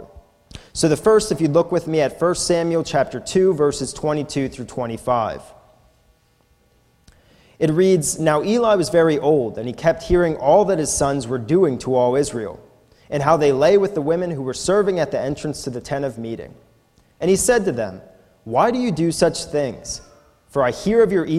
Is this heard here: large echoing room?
yes